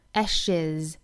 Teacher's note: turns to ashesnext、啊、还想要讲一点，就是这个 ash 变复数、啊、因为它是以 sh 结尾，所以说我们要加 es, ashes,那既然加了 es,我们就涉及到一个加音的问题、啊、要加一个元音 e, ashes,加了元音 e 之后呢，它结尾的这个 s 字母呢就应该发成 z 的发音，是一个浊辅音，不要发成 s